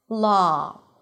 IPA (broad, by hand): lɑː